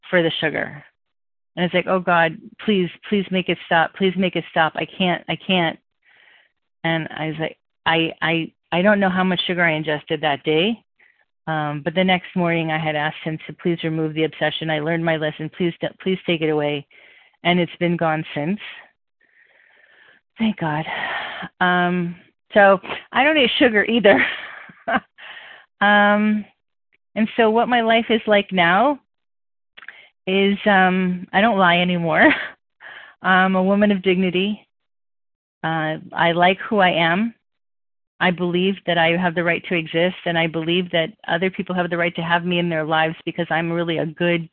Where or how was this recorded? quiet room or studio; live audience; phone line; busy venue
phone line